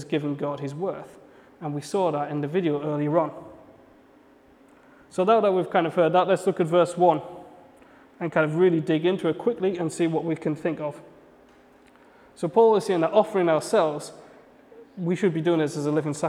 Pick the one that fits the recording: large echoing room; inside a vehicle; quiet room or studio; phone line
large echoing room